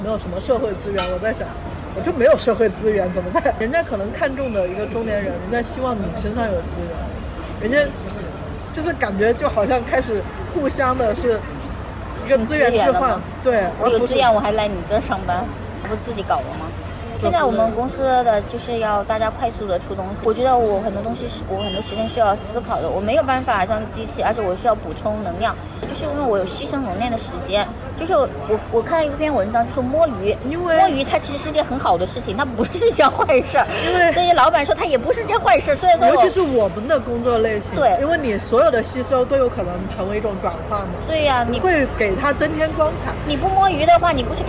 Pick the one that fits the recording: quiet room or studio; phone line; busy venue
busy venue